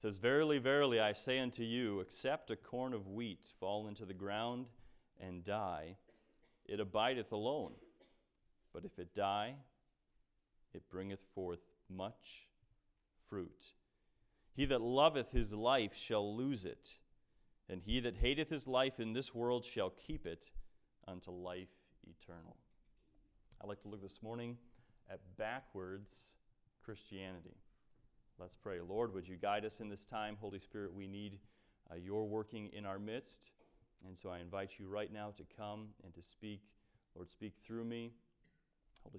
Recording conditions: large echoing room